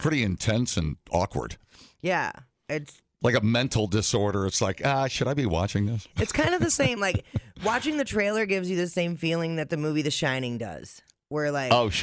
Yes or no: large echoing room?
no